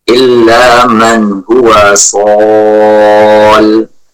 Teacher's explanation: maka kita waqafnya dengan suara lam sukun